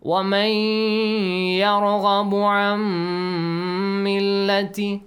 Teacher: So you gotta merge noon to meme, and noon is changed to a meme sound. So we got double meme and also a nasal sound. · Term: idgham